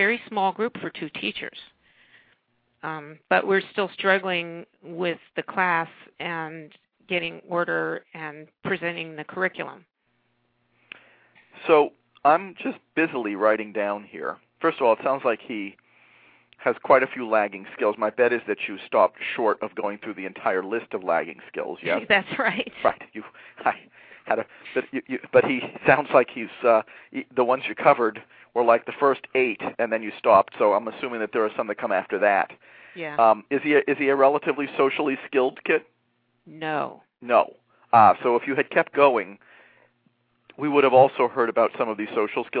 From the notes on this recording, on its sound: A special education teacher called.